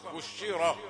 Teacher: وانا برقق الراء تبعا للكسر التي قبلها. لكن احنا نظامنا الراء المفتوحة مفخمة